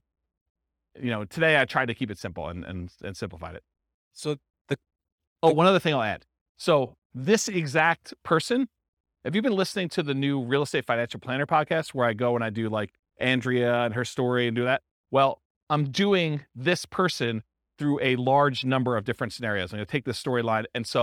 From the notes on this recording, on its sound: This was a live class recorded.